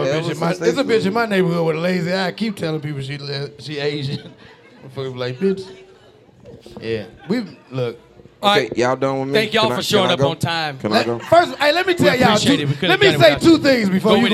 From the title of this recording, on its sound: LIVE in Houston!